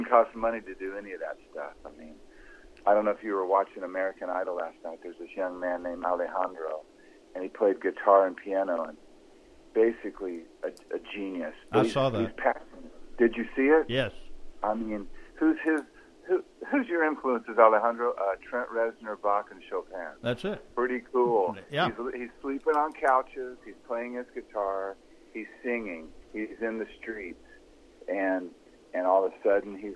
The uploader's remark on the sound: on the phone